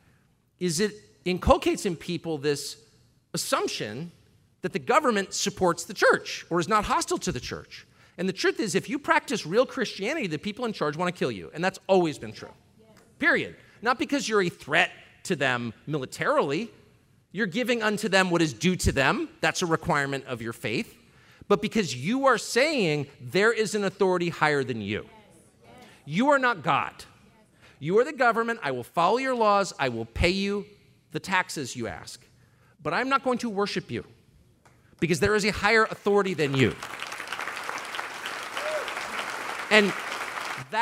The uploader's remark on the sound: keynote address from our 2023 Cleveland Celebration Gala